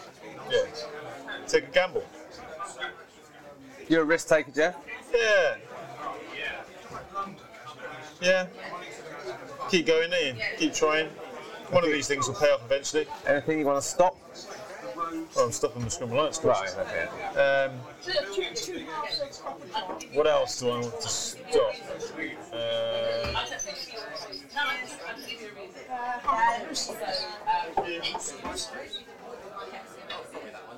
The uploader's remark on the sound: Recorded in the nearly 500 year old pub Ye Olde Mitre in London